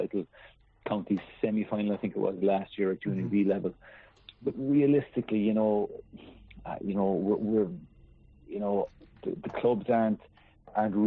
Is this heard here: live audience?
no